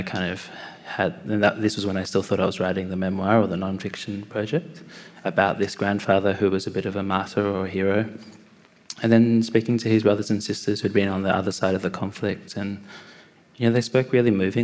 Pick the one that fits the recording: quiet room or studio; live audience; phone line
live audience